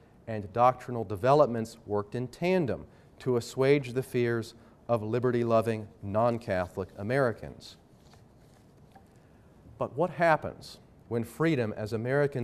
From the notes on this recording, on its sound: Talk was part of the Truth, Conscience, and Religious Freedom Conference, sponsored by the Veritas Center for Ethics in Public Life at Franciscan University of Steubenville.